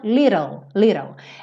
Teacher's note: Você pega o T e transforma em rararã